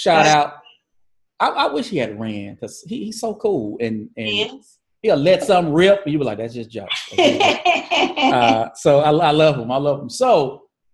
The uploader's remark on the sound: On this episode, I Zoom